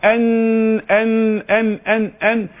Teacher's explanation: شايف اللسان طرف اللسان شابك في اللثة نفسها بتاع الثنيتين العليين · Term: النون